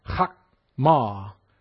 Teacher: it's pronounced almost like you're clearing your throat